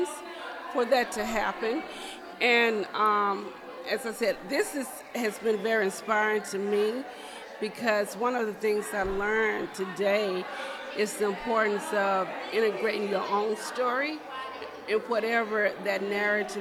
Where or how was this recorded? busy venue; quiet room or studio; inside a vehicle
busy venue